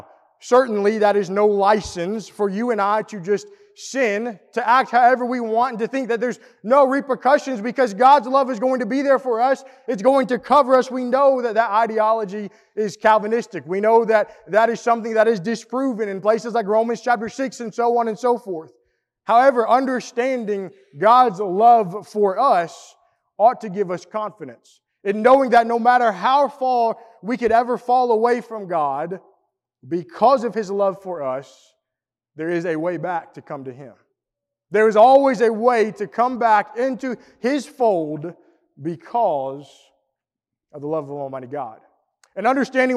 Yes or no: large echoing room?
yes